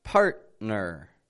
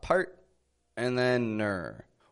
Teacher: We're making that glottal stop, part, and then ner.